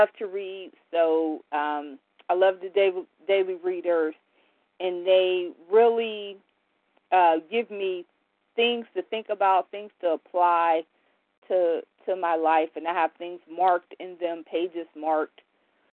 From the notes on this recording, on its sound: 100 Pounders Phone Meeting